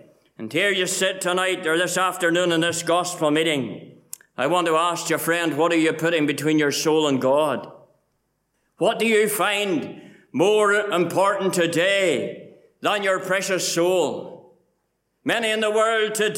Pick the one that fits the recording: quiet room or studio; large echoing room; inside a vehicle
large echoing room